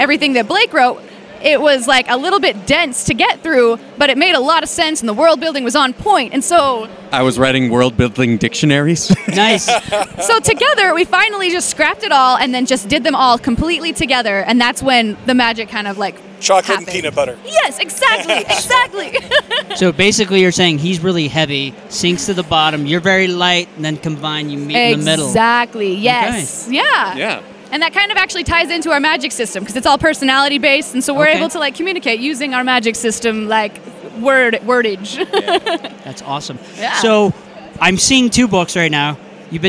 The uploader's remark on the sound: Live From DragonSteel 2023